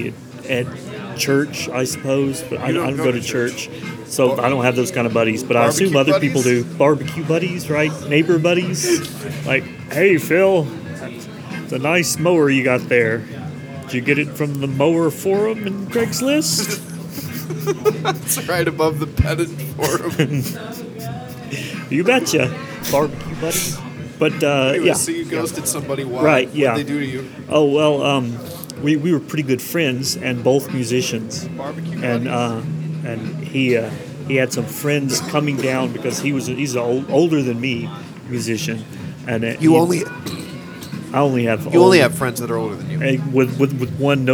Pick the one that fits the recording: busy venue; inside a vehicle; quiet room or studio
busy venue